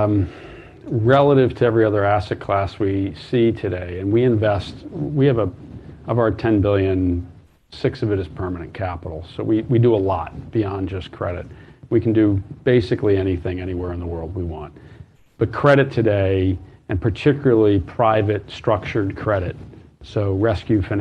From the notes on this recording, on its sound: A special live edition of Bloomberg Masters in Business. From the Bloomberg Hedge Fund Startup Conference.